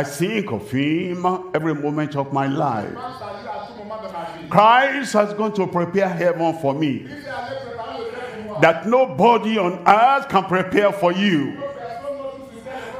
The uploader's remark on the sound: live from Douala, Cameroon